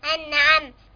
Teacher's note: نون ساكنه مظهره قبل العين مفتوح